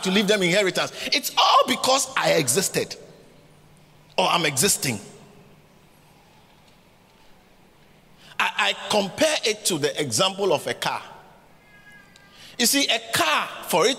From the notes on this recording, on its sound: preached at the Catch The Annointing Centre, Sakumono